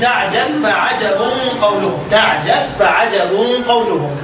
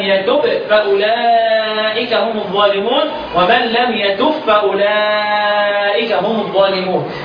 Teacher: الباء بتخرج من الشفتين والفاء بتخرج من بطن الشفة السفلى مع أطراف الثنايا العليا في تقارب في المخرج. · Term: التقارب